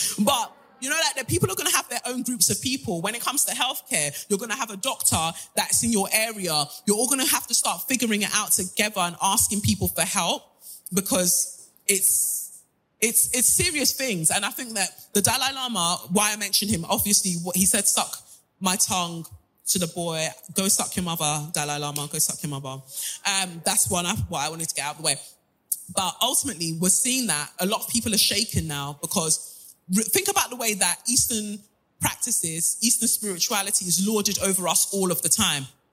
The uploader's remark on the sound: NYC LIVE SHOW